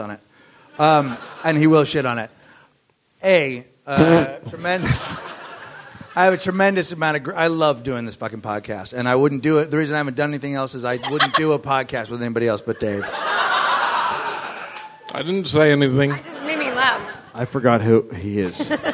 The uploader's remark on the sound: live from the Melbourne International Comedy Festival